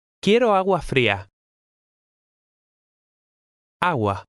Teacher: In the combination G-U-A, the U sounds like a W.